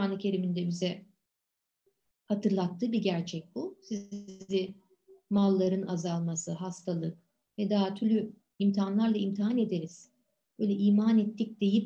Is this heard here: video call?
yes